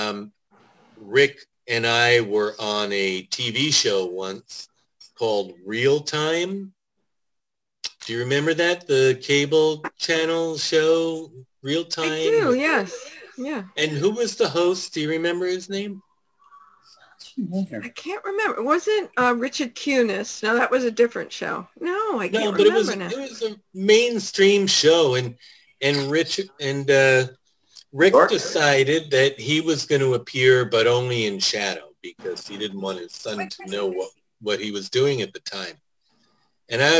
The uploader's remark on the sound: For a Zoom show. Via a cellphone!